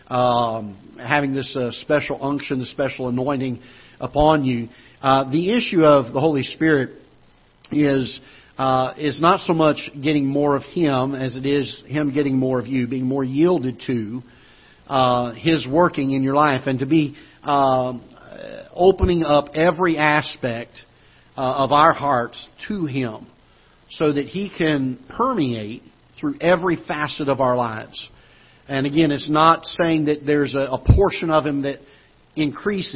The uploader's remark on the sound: Ketha Heights Baptist Church ~ Live Broadcast